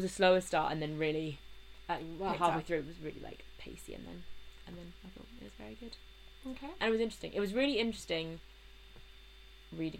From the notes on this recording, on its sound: Apologies for the laptop fan and crackles in the background!